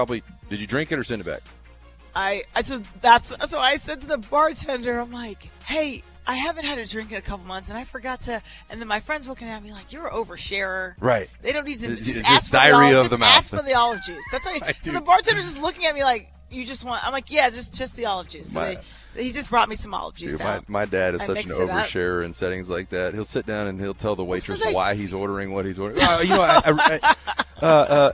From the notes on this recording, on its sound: broadcasting live from Five Iron Golf in Midtown